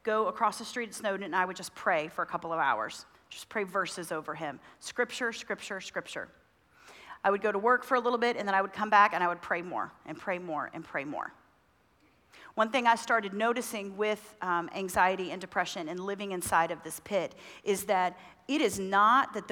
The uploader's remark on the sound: Women At The Mount Conference 2023 :: Session 1